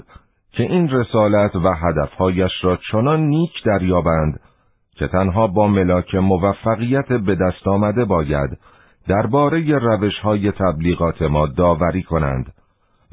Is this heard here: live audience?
no